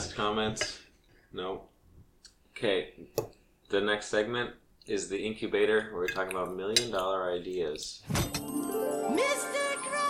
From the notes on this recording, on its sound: Trigger warning: LOTS OF SILVERWARE NOISES